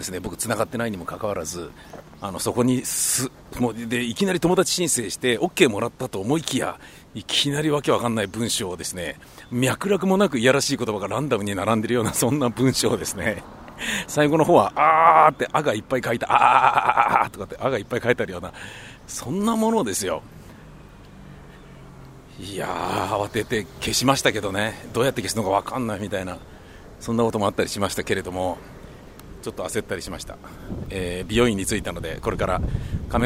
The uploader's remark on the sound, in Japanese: 本日は暑い中、大量のＭＯを持って放送曲を回るという配送日になりまして。その道中、あまりにも暑いので録音機を持ち歩きたまに立ち止まり録音。